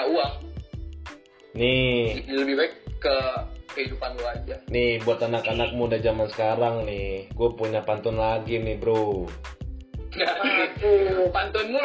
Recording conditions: poor sound quality